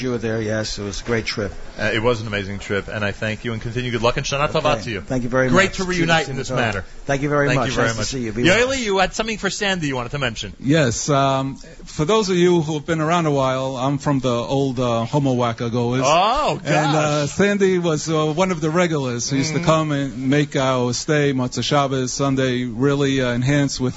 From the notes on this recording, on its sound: Broadcast Live from Gourmet Glatt.